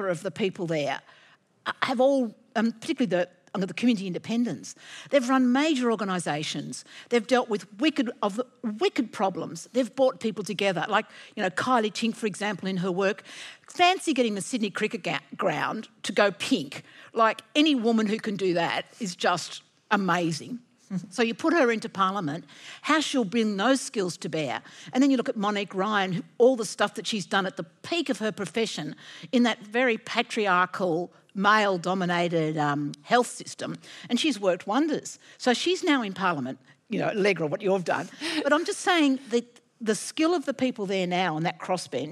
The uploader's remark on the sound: At Antidote 2022. This event was recorded live at the Sydney Opera House in September 2022.